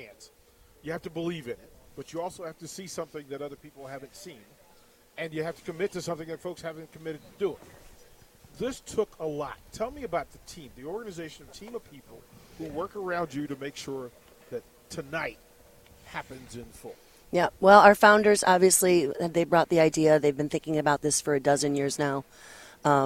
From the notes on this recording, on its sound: LIVE at CHI Health Center